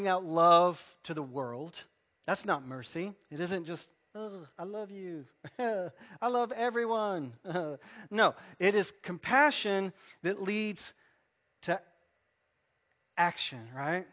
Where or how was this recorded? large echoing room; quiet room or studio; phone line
large echoing room